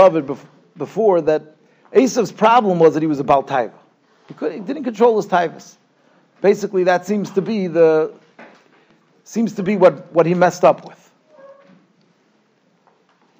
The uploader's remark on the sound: Shiur recorded in Yeshivas Ohr Reuven, Monsey, NY.